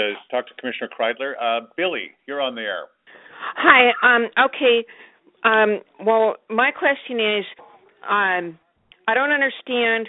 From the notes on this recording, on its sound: More than 8,000 people joined us from across Washington for a telephone town hall on March 29th